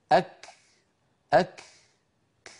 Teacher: هل سمعتم هذا النفس الذي تبع حبس صوت الكاف؟